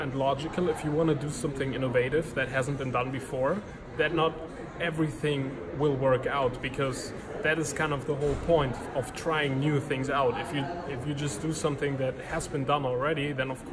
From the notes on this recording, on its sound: recorded on Day 1 of #dmexco19 - at a hotel lobby in Cologne, Germany